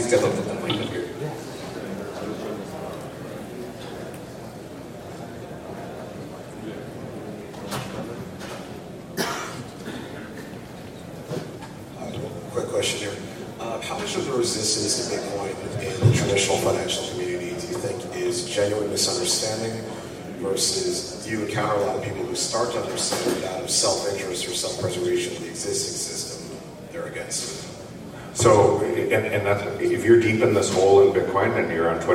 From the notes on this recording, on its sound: BitBlockBoom 2022 - Austin TX. Session from the 2022 BitBlockBoom Conference in Austin, Texas.